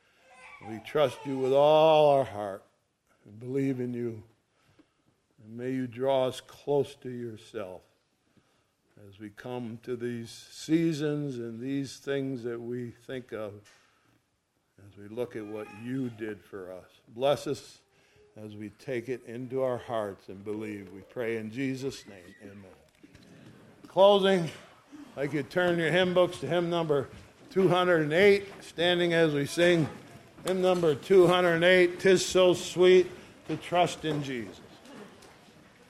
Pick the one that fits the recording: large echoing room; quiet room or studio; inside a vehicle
large echoing room